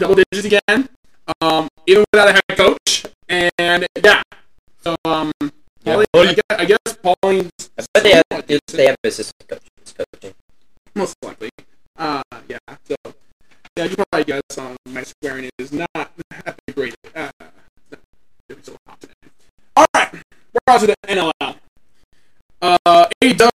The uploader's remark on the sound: Please Excuse the choppy audio. The audio did not sound like this while recording.